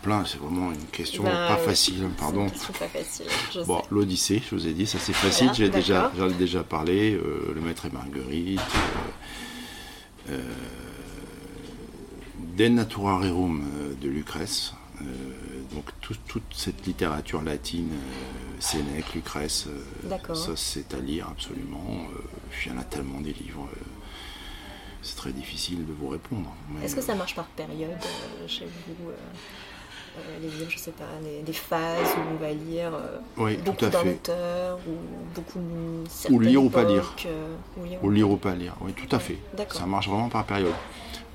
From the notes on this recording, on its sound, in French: Nous avons enregistré dans un lieu public plein de vie mais j’espère que cela ne gênera pas votre écoute.